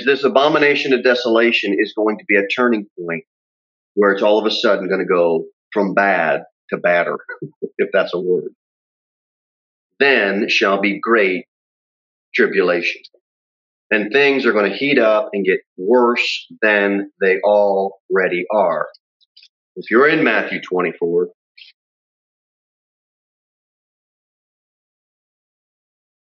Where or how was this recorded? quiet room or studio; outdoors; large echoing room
large echoing room